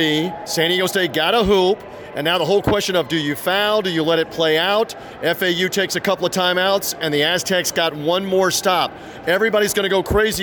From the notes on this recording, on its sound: ready to go over it all from NRG Stadium in Houston